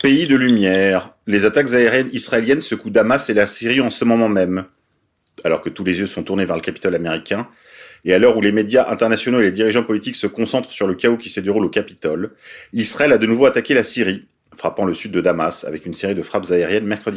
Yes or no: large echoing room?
no